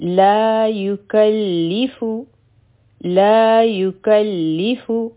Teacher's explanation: لام به په مضبوطۍ سره وایو ځکه چې په دې باندې شد دی